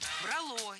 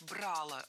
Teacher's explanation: Правильный вариант – брало. Ударение ставим на корень. · Shown in: second take